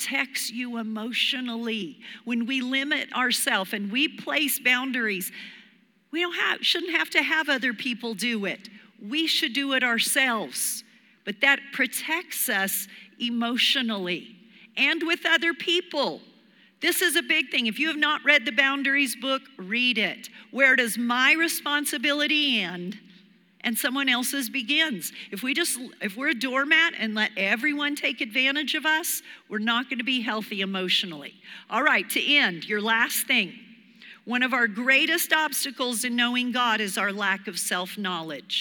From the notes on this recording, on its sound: Recorded live during our Wednesday night service